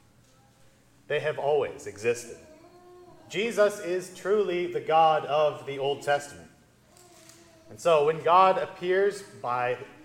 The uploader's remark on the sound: the service for the Tenth Sunday after Trinity at Grace Evangelical Lutheran Church, Lexington, MO.